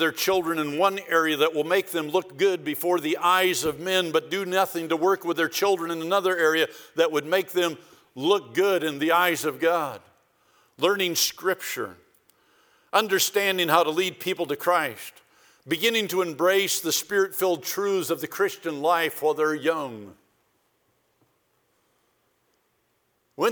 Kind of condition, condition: setting, large echoing room